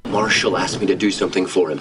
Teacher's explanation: even the ED ending is dropped when it's linked into the word me, and the phrase turned into ask me.